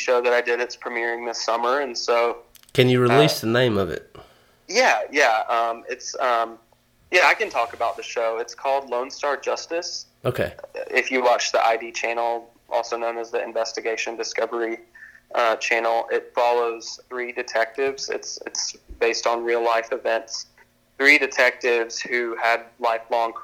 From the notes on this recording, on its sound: burnt the phone lines down